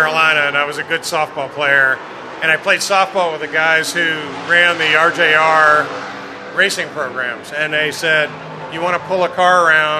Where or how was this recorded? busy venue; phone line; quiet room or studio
busy venue